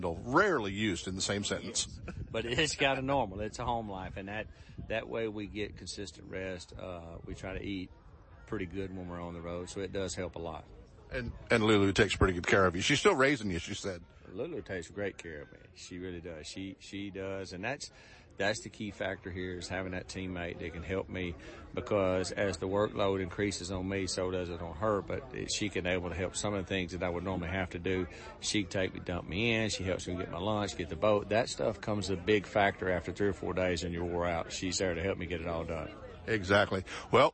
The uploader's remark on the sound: Live coverage at Bassmaster Classic